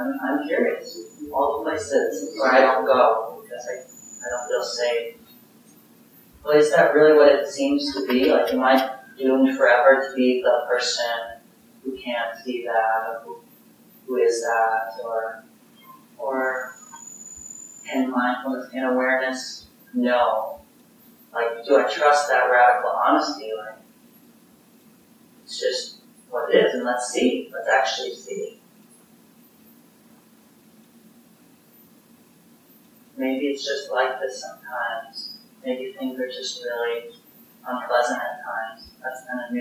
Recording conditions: poor sound quality